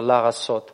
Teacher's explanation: Но вот это правило гласит, что если слово начинается с составного «шева», то есть со сверхкраткого гласного, то предлог приобретает краткий гласный того же качества